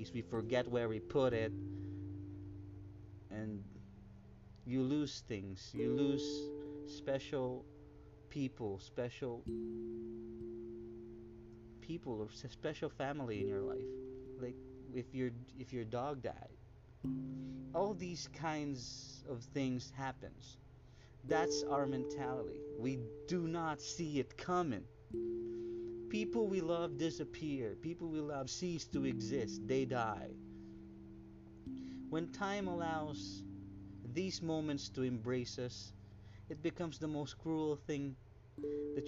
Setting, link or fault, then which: fault, uneven or low level